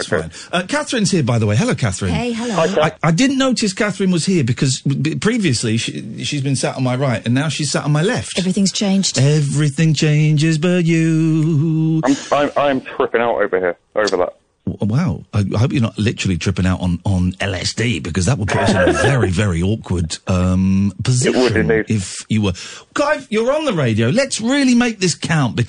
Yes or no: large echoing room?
no